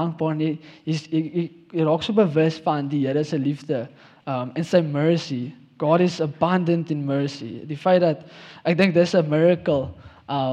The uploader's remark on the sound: Sunday Sermon. At Joshua Generation Church Wellington PM congregation.